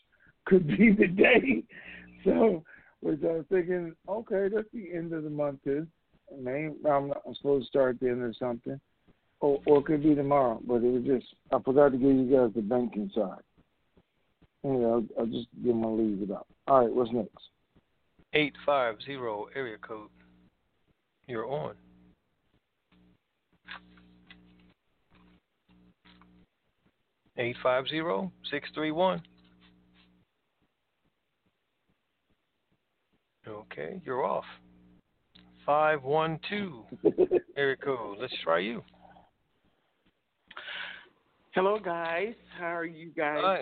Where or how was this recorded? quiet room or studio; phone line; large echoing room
phone line